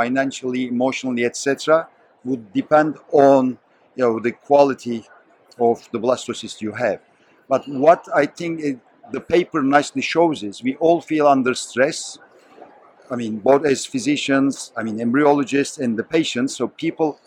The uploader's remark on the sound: This Journal Club Global, recorded on June 27, 2023 at the ESHRE conference.